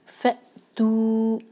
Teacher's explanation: فا کے ساتھ الف کو کنیکٹ کریں گے اور کٹ آف ساؤنڈ آنا چاہیے کیونکہ الف کا جو مخرج ہے وہ کٹ آف ساؤنڈ ہے.